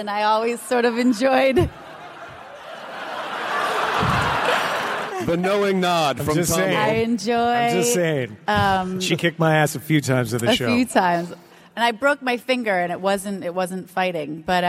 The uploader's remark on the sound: Recorded at the nerdtastical C2E2 in Chicago. PILES of thanks to ReedPop for allowing us to record and share this with the masses!!!